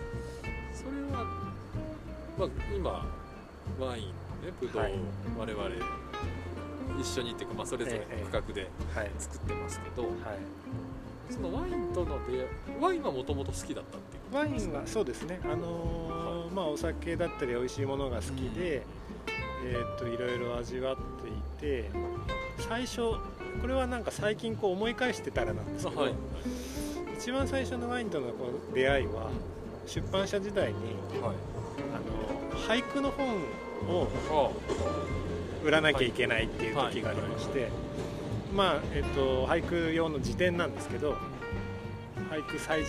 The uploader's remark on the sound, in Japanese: まちなかの川べりで収録しているので、虫の声や路面電車の音などが入っております。